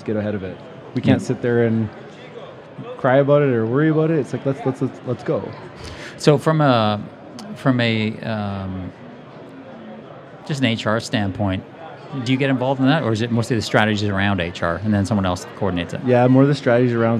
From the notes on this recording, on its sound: Recorded amidst the buzz of BuildEx Vancouver 2024